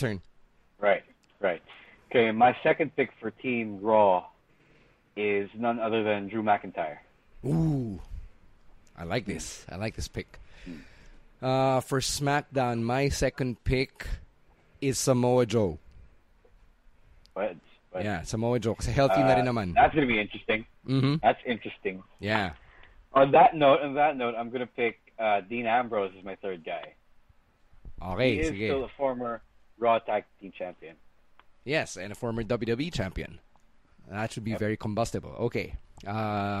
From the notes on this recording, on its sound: It's another phone call episode of the Podcast